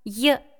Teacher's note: В имени Яна буква Я стоит в начале слова и обозначает поэтому 2 звука Е, А. Получается, в имени 3 буквы и 4 звука.